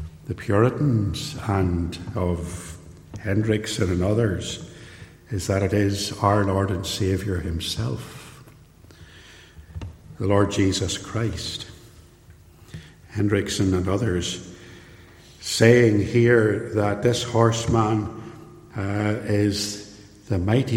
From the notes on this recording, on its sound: This sermon was recorded at Templepatrick Reformed Church